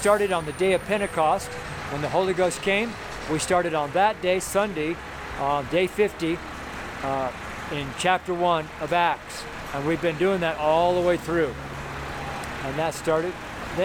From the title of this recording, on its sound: FRIDAY STREET SERMON